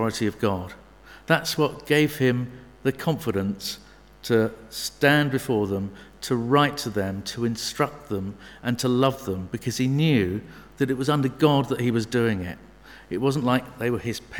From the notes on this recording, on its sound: Sermon from St David's Moreton-in-Marsh evening services.